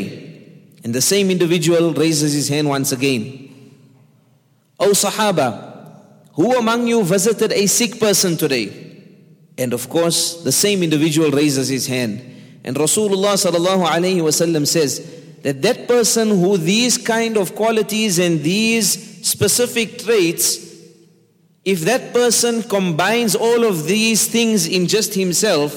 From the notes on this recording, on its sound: at the Houghton Masjid (West Street)